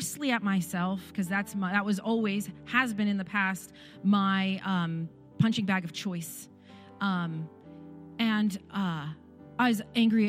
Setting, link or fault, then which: setting, large echoing room